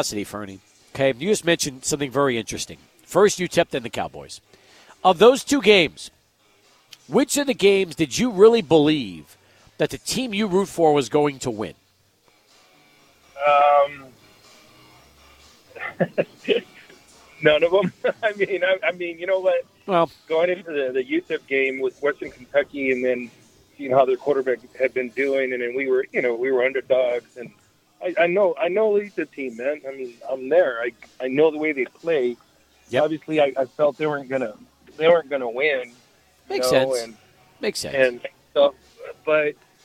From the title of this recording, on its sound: Live at Border City Alehouse